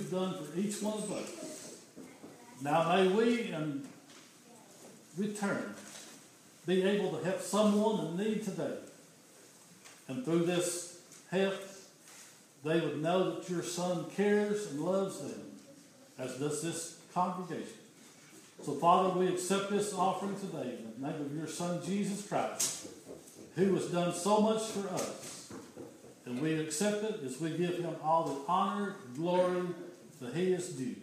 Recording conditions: large echoing room